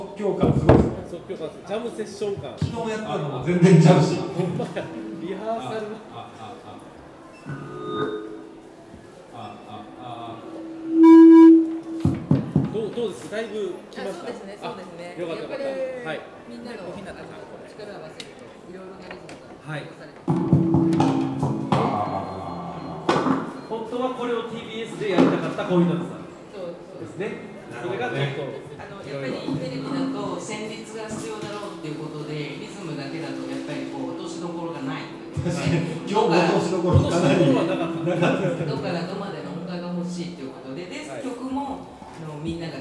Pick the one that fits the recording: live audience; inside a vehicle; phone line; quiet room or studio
live audience